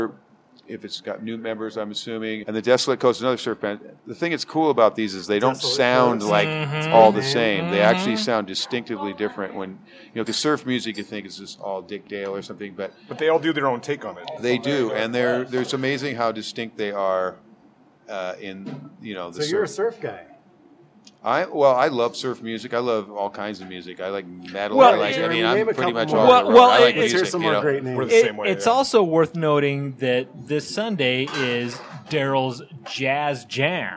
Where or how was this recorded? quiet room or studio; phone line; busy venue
busy venue